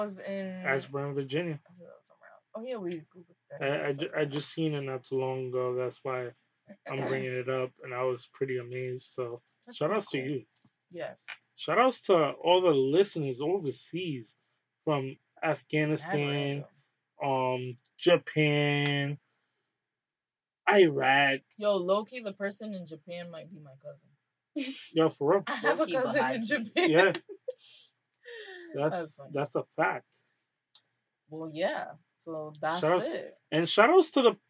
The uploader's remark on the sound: AUDIO IS POOR DUE TO TECHNICAL DIFFICULTIES.